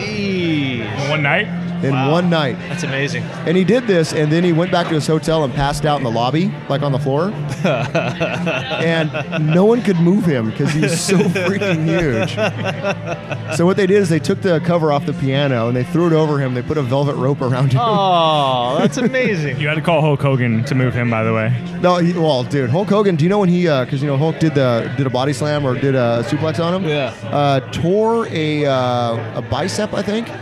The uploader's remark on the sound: record live at O'Learys Tavern in Ventura for their 2018 Bar Olympics.